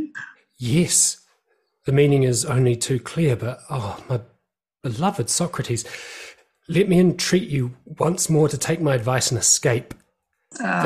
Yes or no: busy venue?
no